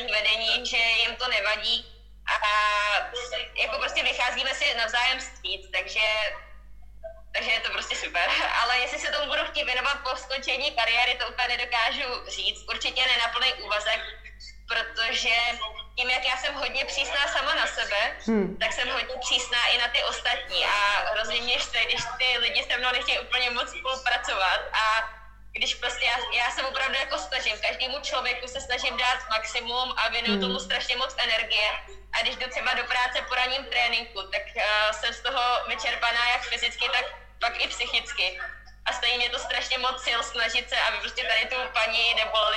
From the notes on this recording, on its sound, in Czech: Záznam IG live streamu